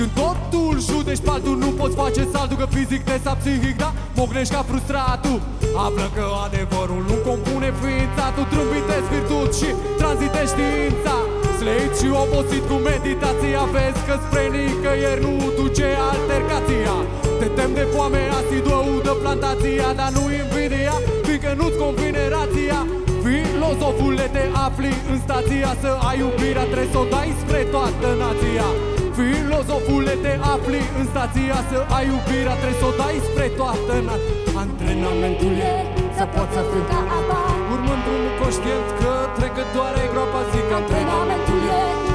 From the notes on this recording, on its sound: Live la Street Delivery Iasi, 2015. Multumim baietilor de la sunet pentru inregistrare Inregistrat la Street Delivery Iasi, 2015.